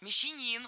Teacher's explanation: Мещанин, ударяем третий слог. Хотя во множественном числе мещане ударение падает на второй слог.